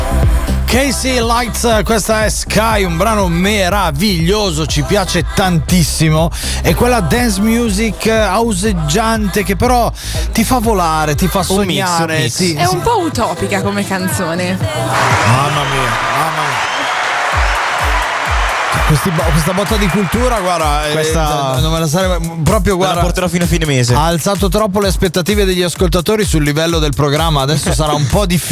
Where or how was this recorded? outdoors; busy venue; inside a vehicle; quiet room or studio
busy venue